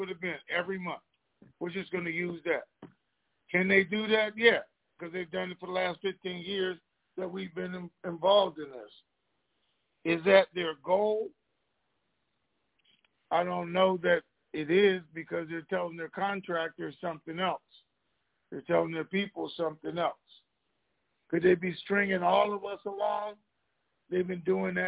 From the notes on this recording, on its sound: TNTSuperfantastic Conference Call